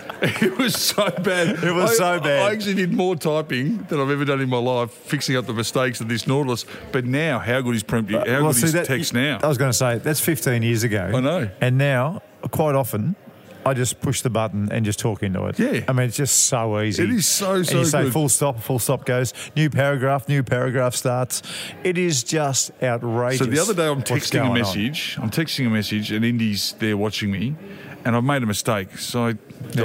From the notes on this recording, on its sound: We're live in the pub today, having a couple of quiet beers. Live from the Burvale Hotel in Melbourne.